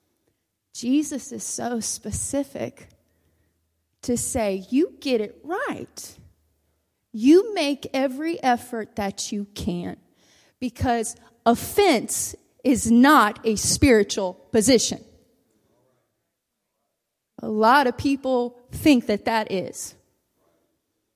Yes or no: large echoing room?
yes